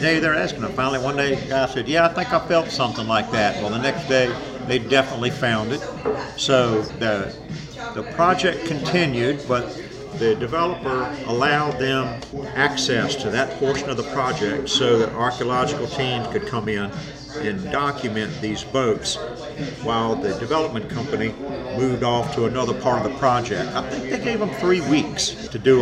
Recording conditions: busy venue